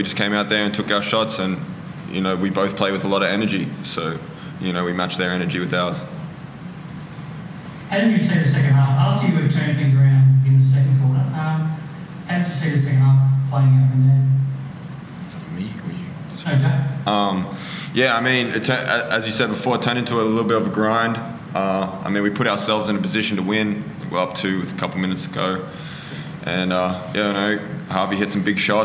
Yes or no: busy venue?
yes